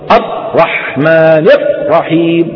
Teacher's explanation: الحصرمة هي البتر والقطع، الرحمن الرحيم يبتر صوت الراء